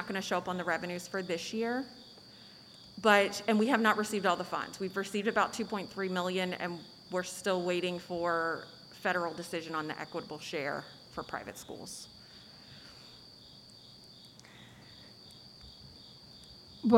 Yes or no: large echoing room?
yes